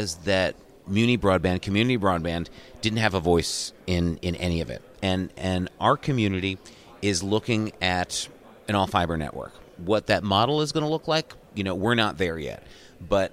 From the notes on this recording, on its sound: joined live from Broadband Communities